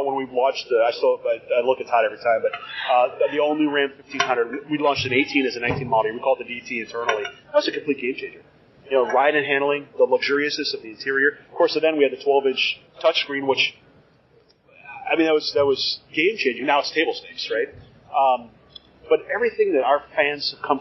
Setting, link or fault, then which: setting, busy venue